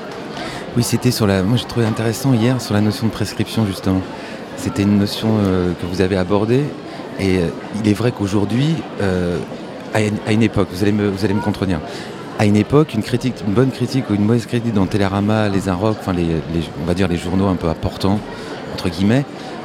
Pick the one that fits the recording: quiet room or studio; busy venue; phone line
busy venue